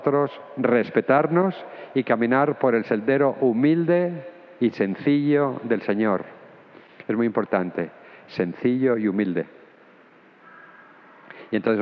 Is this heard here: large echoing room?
yes